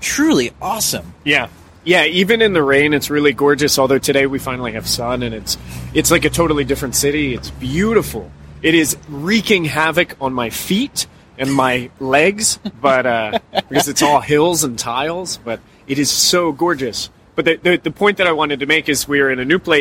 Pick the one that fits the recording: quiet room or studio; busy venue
busy venue